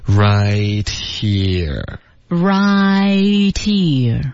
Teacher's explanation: 这个 t 的音呢比较它会爆破可是不会特别用力